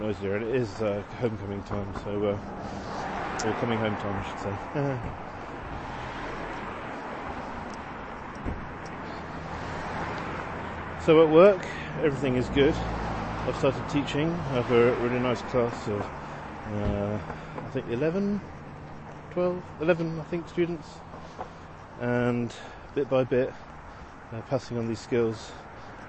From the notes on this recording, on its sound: Walking home from the T. Pittsburgh's transit system, colloquially known as the 'T' is a rickety tram ride from Downtown into the suburbs in the South Hills and across the river to the North Side. Everyone is on their phones, it rattles and shakes, there are no signs. Short audio clips, often recorded on the move as I'm traveling.